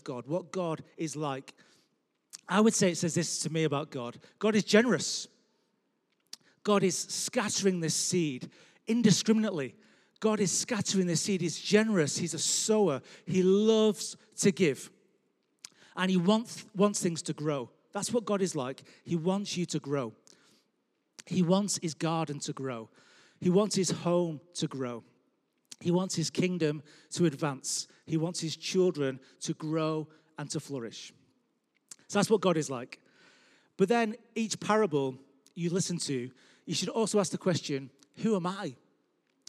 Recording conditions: large echoing room